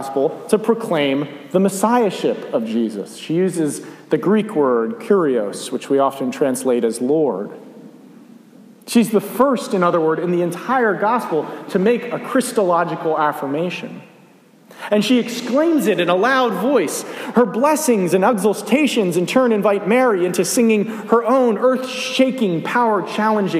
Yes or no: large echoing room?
yes